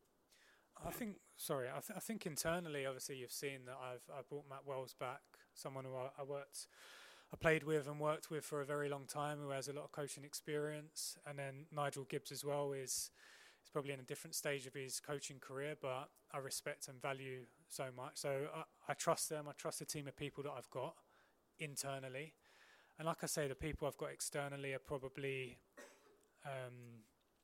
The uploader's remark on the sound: EMBARGOED PRESS CONFERENCE